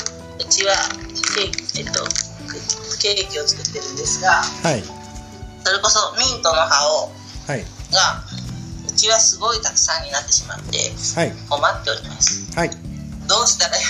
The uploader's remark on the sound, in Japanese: クラブハウスの布教活動の様子。クラブハウスでみんなの同意を得て収録しました！